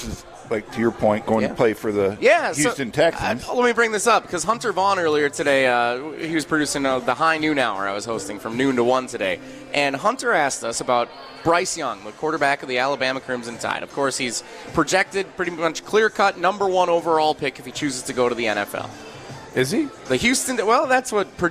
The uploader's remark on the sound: live from the Great Dane